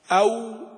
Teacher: مخرج الواو غير المادية من الشفتين بضمهما